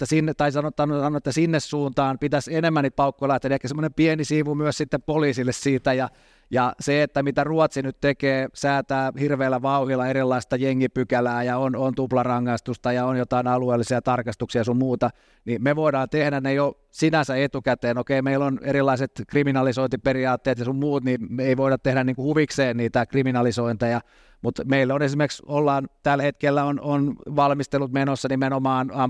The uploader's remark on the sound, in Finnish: Podcast on nauhoitettu Tiedekulmassa